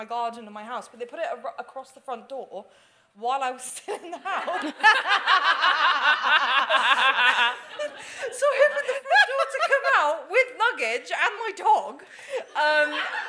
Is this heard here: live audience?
yes